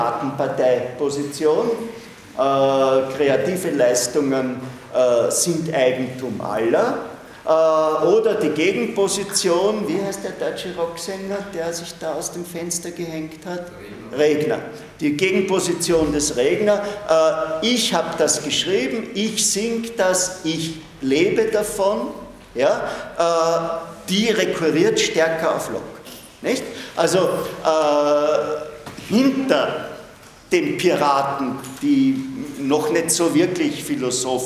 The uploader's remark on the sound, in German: Diese Vorlesung wurde von Studierenden aufgenommen